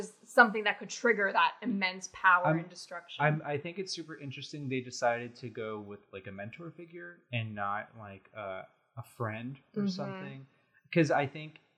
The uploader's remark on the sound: Sorry about the echo-y audio! We are still figuring out our set up so bear with us.